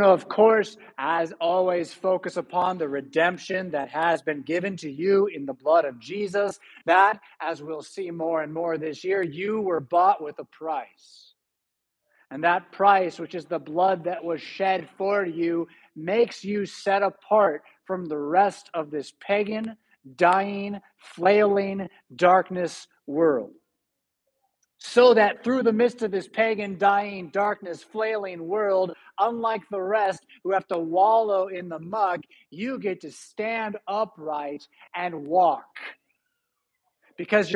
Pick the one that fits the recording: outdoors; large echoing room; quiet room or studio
large echoing room